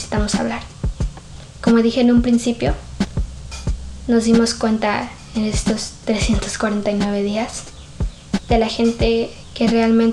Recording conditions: background noise